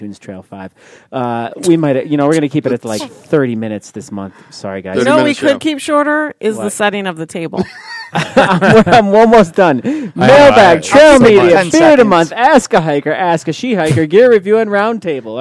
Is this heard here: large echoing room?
no